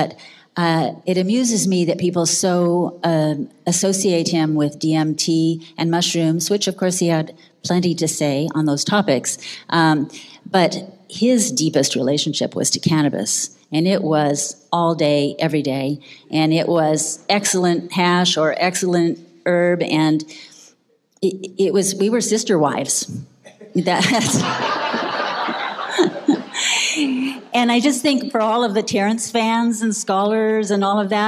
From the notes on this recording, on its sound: This episode of the MAPS Podcast is taken from the Psychedelic Science 2017 conference in Oakland, CA.